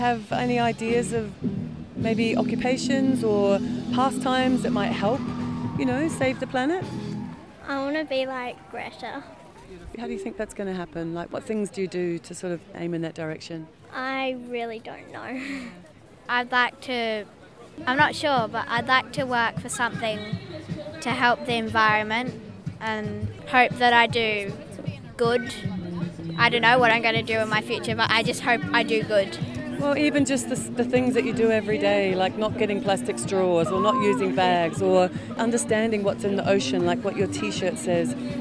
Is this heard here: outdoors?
yes